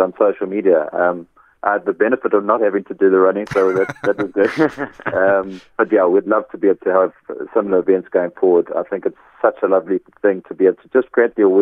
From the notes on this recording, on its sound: Guest on the line